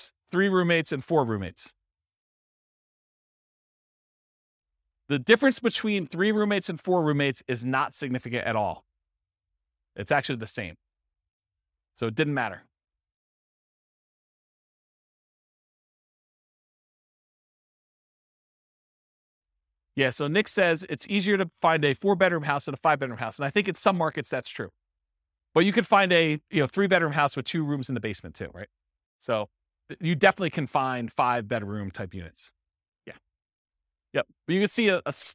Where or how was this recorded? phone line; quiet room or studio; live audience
live audience